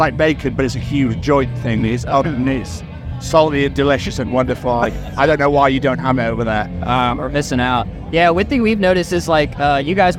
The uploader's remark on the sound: From our 'Live from 2000 Trees 2023' series